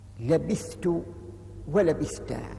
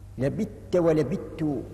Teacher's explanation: بإدغام الثاء في التاء، وذلك لتقاربهما في المخرج لأنهم جميعا يخرجان من طرف اللسان وأصول الثنايا · Shown in: second take